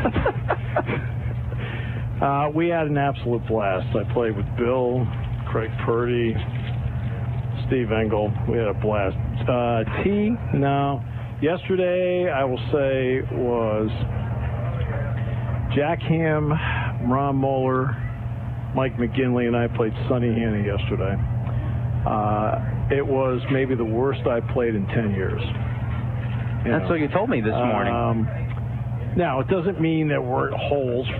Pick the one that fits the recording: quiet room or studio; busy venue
busy venue